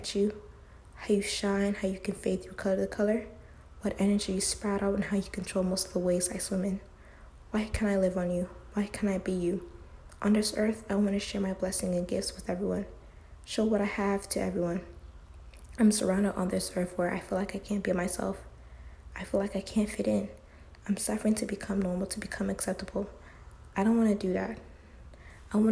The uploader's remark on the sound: Sorry about the background noise!